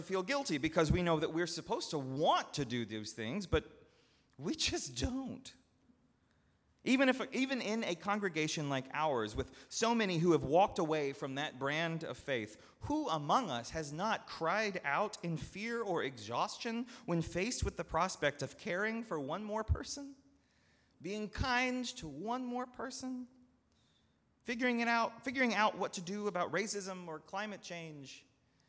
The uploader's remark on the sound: at Northminster Church on October 6, 2019.